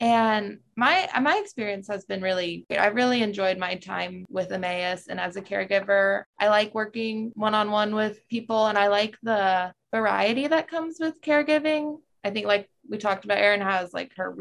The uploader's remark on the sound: it was a zoom-style interview